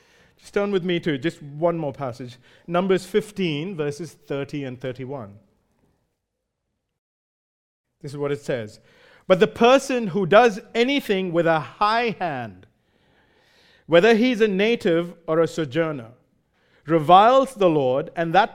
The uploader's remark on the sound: Recorded live at Grace Community Bible Church.